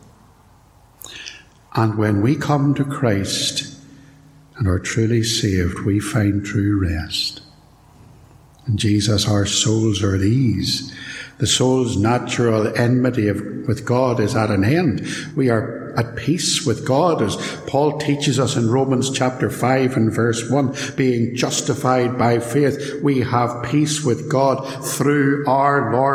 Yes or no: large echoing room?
yes